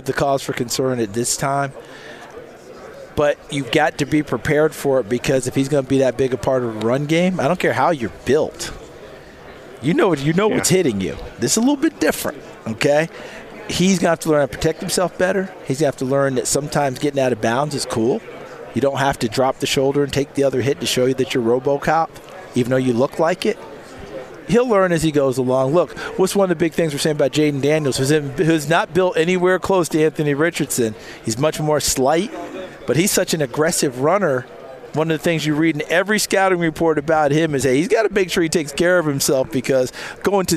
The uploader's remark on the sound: live from radio row at the NFL Combine